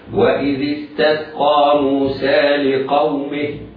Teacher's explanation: إذا وقفنا على كلمة لقومه فإننا نقف بسكون الهاء ونحذف ياء الصلة